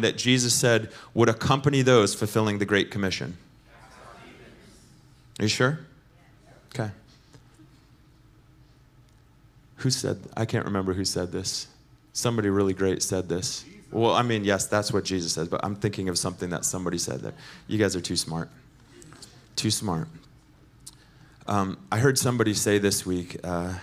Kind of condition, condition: setting, large echoing room